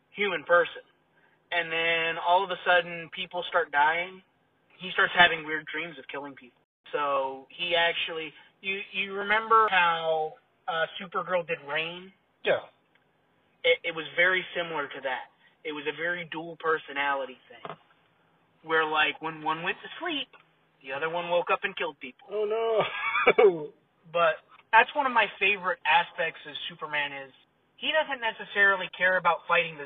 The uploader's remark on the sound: Sorry for the poor audio this part